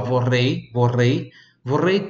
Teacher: Vorrei, esse R tem o som bem tremido